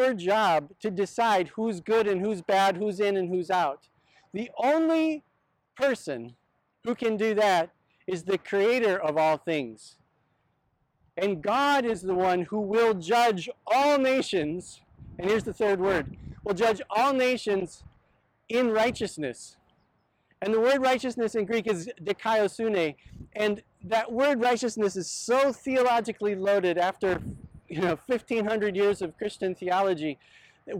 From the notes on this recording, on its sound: This sermon was filmed on location at Oheyawahi/Pilot Knob in Mendota Heights, MN.